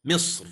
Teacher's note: والراء فيها ساكنة إن وقف القارئ للتعليم أو للاختبار، هذا محل وقف، لأن ليست في هذه المواطن بمحل وقف، ولكن الوقف من باب التعليم أو الاختبار. فالراء فيها ساكنة سكونا عارضا للوقف، مصر هكذا أو بمصر، وقبلها ساكن مستعلي وهو حرف الصاد، وقبل هذا الساكن كسر وهي في الوصل مفتوحة.